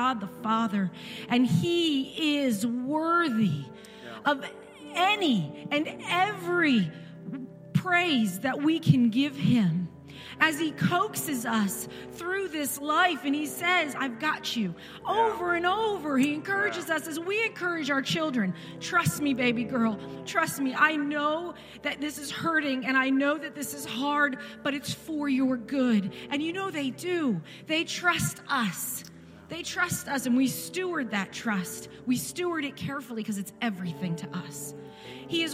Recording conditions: large echoing room